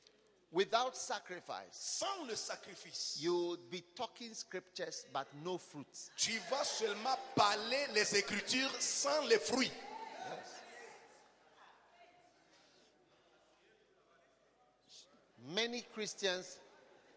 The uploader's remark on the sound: Preached at the Bafoussam Pastor's Conference, Cameroon.